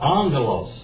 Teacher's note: You swallow the first gamma and you change it to an N sound.